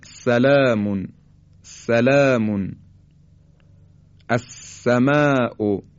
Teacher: حرف سین بدون ارتعاش تارهای صوتی به صورت خیلی ساده تولید میشه، مثل سلامون سلامون، از سماء که فارسی هم دقیقا به همین شکل تلفظ میکنیم.